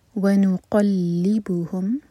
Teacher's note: قاف حلق سے اور ہیوی قلی لام پر شدہ تو اسٹرانگ.